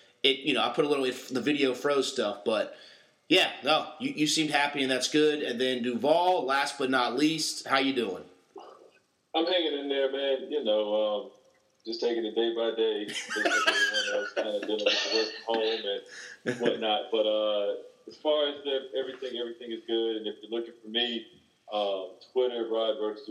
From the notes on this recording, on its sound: Panthers, Packers, Giants, & Browns fans all joined together via zoom to discuss their thoughts on the 2020 NFL draft.